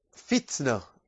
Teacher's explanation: فعليك أن تظهر الهمس في التاء